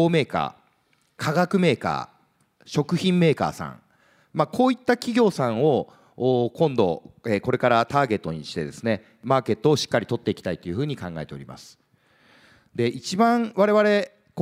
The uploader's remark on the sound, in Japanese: 東京・三田の建築会館ホールで行われた「ラジオNIKKEI 相場の福の神 注目企業ＩＲセミナー」